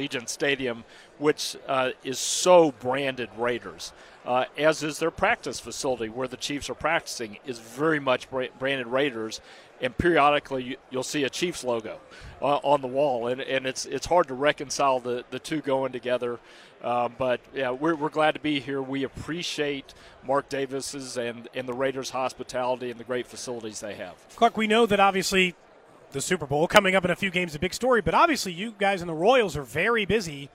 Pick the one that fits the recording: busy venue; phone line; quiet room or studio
busy venue